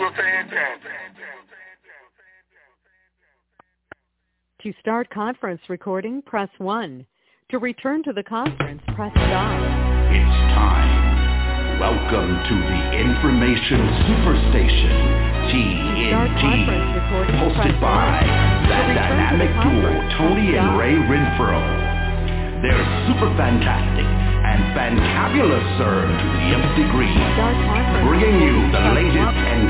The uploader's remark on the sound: TNTSuperfantastic Conference Call.